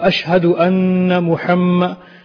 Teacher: And in anna Muhammad, there's a gunnah here.